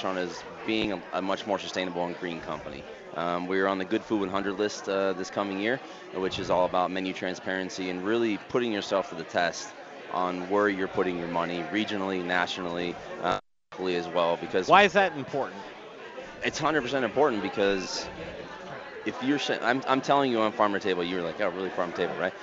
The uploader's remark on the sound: Live from Intrepid Sojourner Beer Project in Denver for their 2nd annual Gingerbread Invitational!